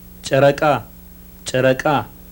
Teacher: it begins with a voiceless palato-alveolar ejective affricate.